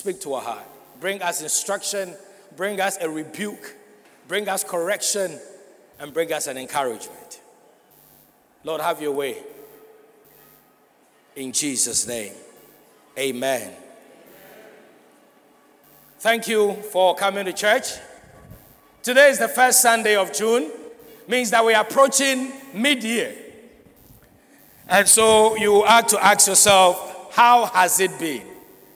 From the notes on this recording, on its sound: Sermon preached at CBC Shiashie Campus